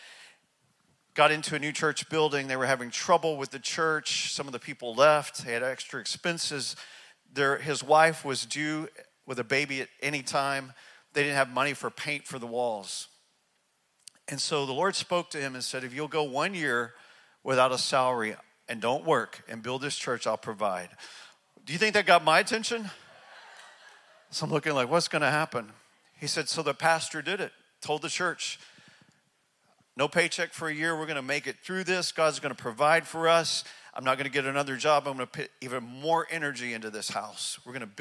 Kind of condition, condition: setting, large echoing room